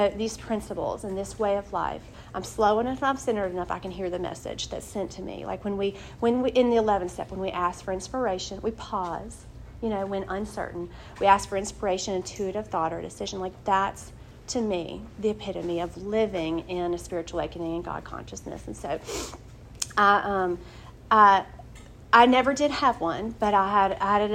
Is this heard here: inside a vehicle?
no